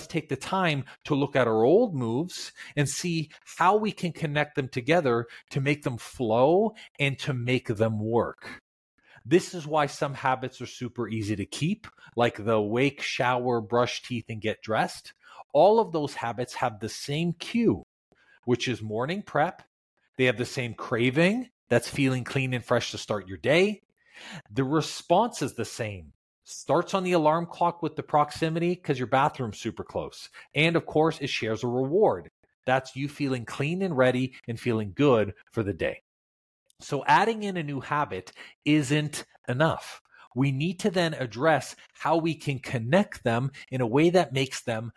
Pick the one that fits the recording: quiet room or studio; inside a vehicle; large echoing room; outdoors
quiet room or studio